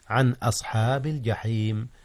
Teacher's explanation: أظهر النون قبل الهمزة عن أصحاب الجحيم، إذ الهمزة من أحرف الحلق وهي من أحرف الإظهار